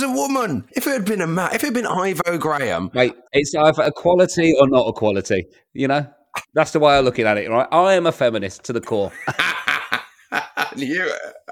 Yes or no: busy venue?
no